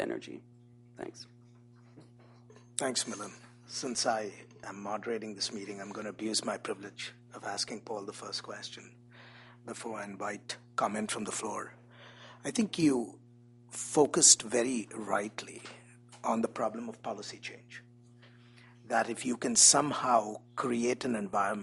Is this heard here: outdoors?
no